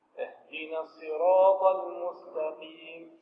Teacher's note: رقق النون وفخم الصاد والراء والألف والطاء وماذا ثم بعد ذلك رقق اللام في ال المستقيم. · Term: التفخيم